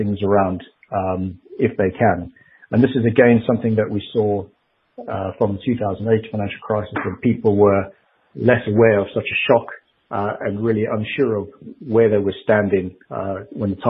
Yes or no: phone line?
yes